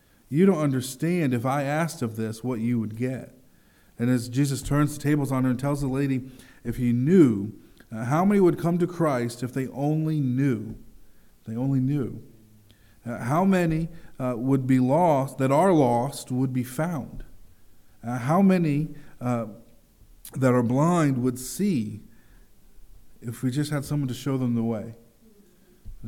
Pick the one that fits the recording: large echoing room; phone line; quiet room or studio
large echoing room